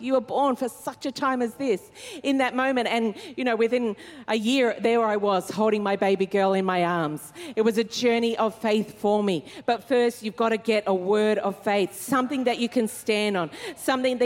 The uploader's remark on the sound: Recorded during our 5pm service on Sunday, the 25th of February 2024